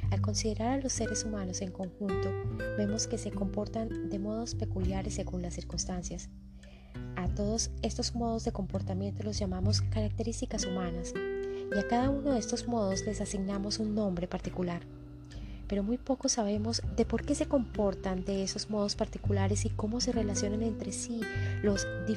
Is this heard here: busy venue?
no